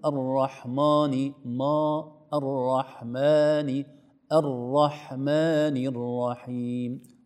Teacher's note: وكذلك لا نفخم الميم